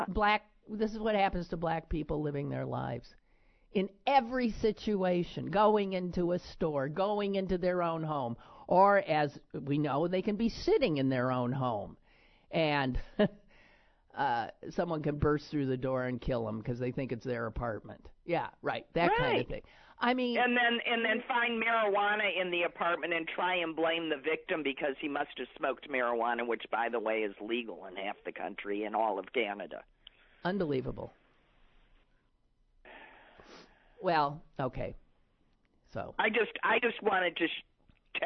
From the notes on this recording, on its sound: is on the phone today